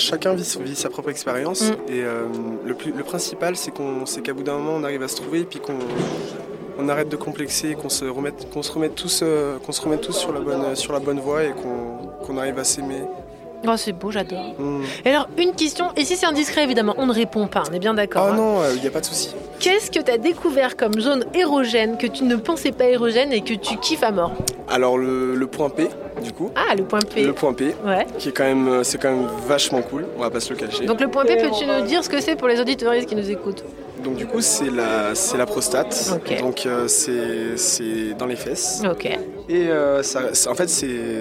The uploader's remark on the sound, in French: La cabine SEXO-RADIO fut construite lors d'un festival ardéchois, en plein cœur du pôle sexualité. Ce dernier un peu excentrée des scènes musicales. Le concept: une petite pièce ambiance lumière tamisée, un micro, une chaise, un casque.